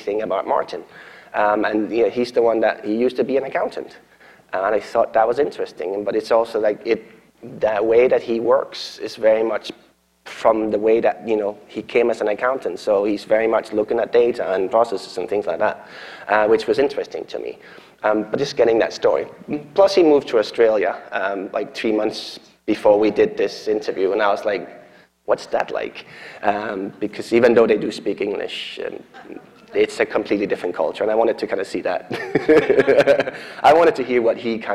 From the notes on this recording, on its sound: Keynote at SourceCon in Seattle in 2019.